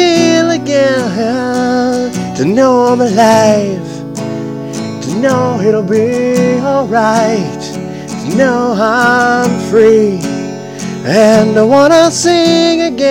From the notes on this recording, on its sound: Live recording outside